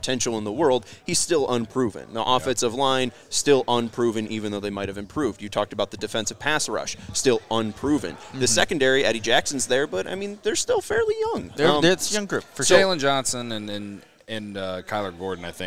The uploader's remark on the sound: LIVE from Circa Resort and Casino